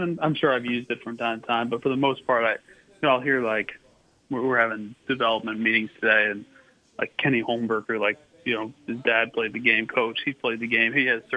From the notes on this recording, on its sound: called in today